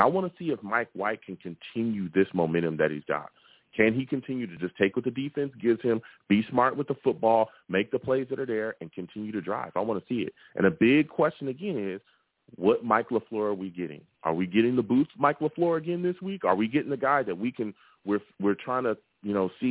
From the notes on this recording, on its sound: I also take live callers as well!